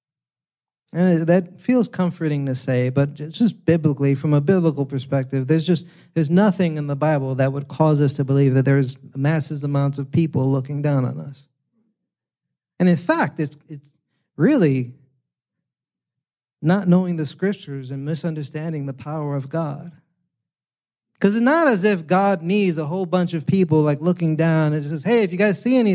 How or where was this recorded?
large echoing room